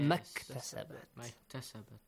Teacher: If you join these two words together, ma and iktasabat, skip Hamzatul Wasl, skip the alif mat.